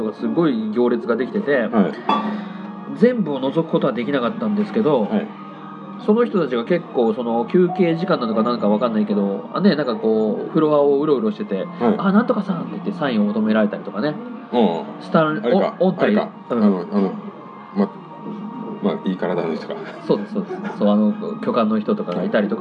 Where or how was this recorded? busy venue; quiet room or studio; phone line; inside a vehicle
busy venue